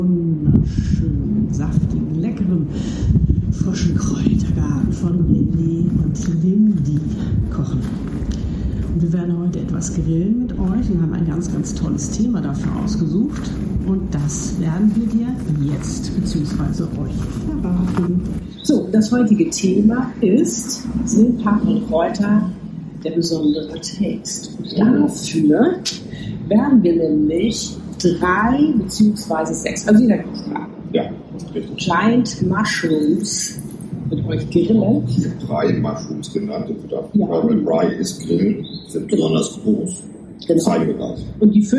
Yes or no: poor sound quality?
yes